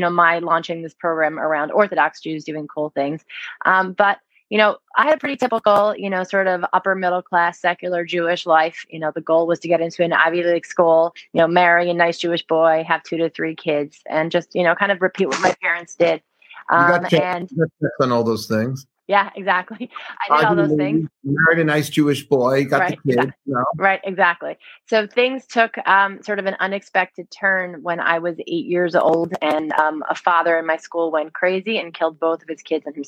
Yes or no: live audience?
no